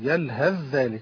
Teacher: يلهث ذلك، يبقى انا لو ادغمت يبقى انا اتفق الطريقان على الادغام، وهناك بعض الطرق لو يعني لو طبعا عدم الادغام. طبعا الادغام هنا اعتبر ادغام كامل، يلهث ذلك. لذلك لا تاتي فيه الغنى